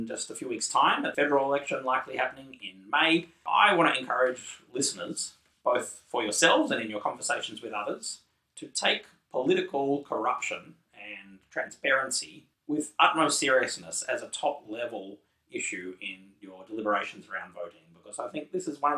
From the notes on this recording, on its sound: unfortunately, the sound quality of this episode is lower than hoped for.